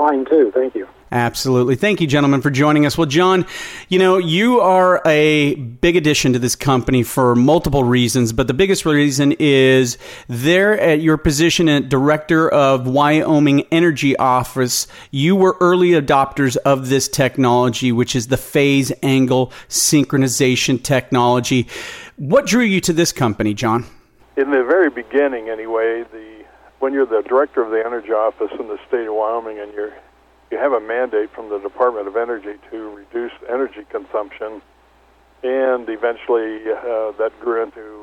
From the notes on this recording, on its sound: called in to SmallCapVoice.